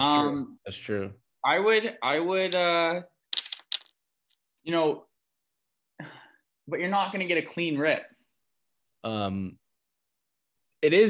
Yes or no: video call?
yes